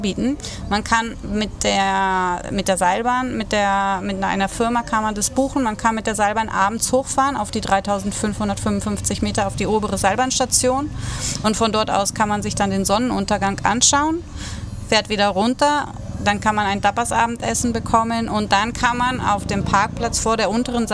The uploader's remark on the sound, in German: in dieser Episode, die am Hafen von Las Galletas im Süden Teneriffas aufgezeichnet wurde